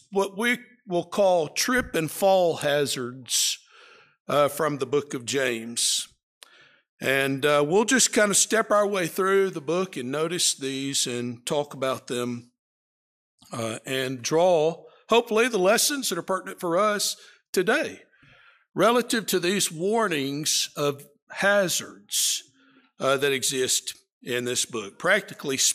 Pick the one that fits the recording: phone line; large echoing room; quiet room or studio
large echoing room